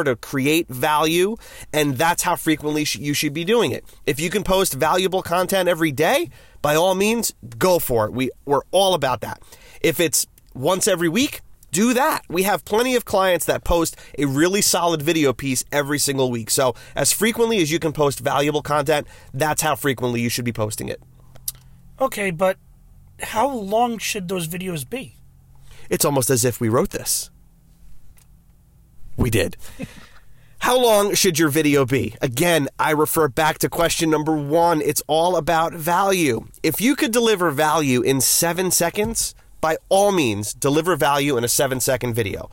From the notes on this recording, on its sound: In this quick episode from the car